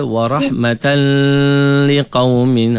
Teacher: Tapi bagi mazhab kita ni baca tak dengung.